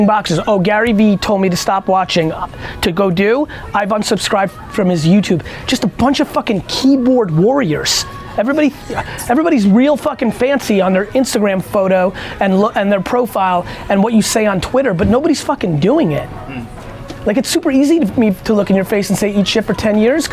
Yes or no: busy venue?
yes